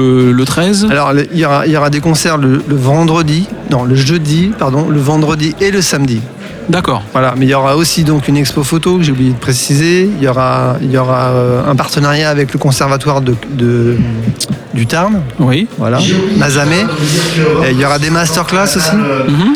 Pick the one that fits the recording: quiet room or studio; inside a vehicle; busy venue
busy venue